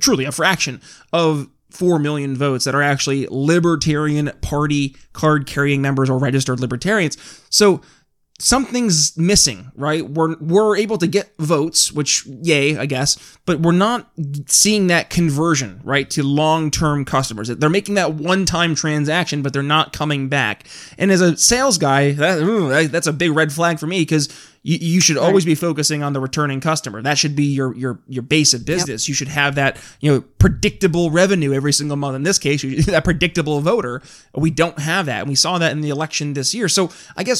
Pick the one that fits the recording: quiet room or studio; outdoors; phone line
quiet room or studio